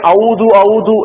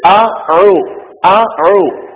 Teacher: പറഞ്ഞ് പോകാറുണ്ട് അത് തെറ്റാണ് സഹോദരന്മാരെ നമ്മൾ പറയേണ്ടത് ആ അഴു ആ അഴു ആദ്യം ഹംസ അതിനുശേഷം അയിന് ഈ രണ്ടക്ഷരങ്ങളും തൊണ്ടയിൽ നിന്ന് ഉത്ഭവിക്കുന്ന അക്ഷരങ്ങളിൽ പെട്ട അക്ഷരങ്ങളാണ് · Shown in: second take · ഹംസയാണെങ്കിൽ തൊണ്ടയുടെ ഏറ്റവും അടിഭാഗത്ത് നിന്ന് ഉത്ഭവിക്കുന്നു എന്നാണ് അതിന്റെ ശബ്ദം അവിടെ നിന്നാണ്